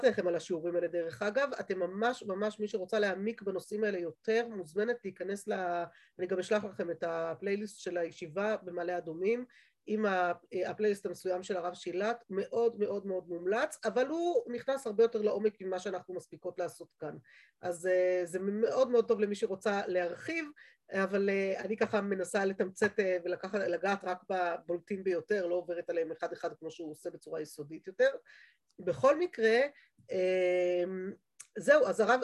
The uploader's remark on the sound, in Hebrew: שהועבר והוקלט בזום עם תלמידות מדרשת שחרי.